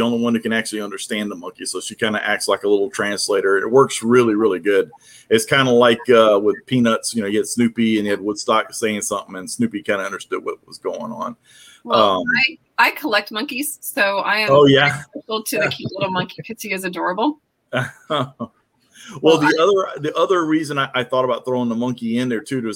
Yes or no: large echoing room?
no